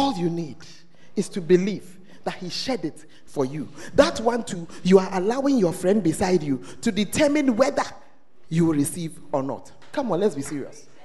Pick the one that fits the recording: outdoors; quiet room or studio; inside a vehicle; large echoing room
large echoing room